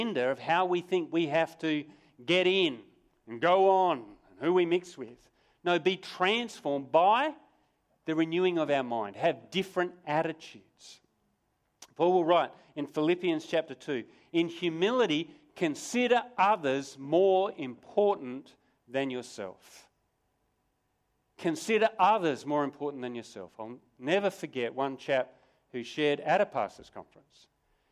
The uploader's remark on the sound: Sermon recorded live from Morley Baptist Church.